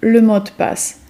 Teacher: W środku jest de, ale zwróćcie uwagę na wymowę, bo tak naprawdę najczęściej to de nie wybrzmi w pełni. Powiemy po prostu le mot de passe.